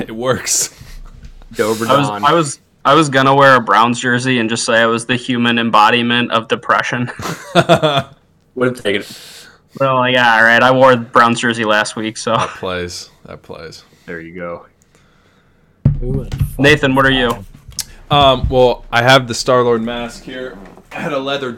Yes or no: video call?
no